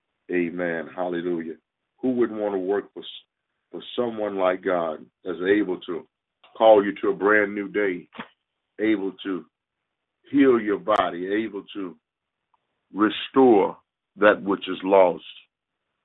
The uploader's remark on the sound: Conference Call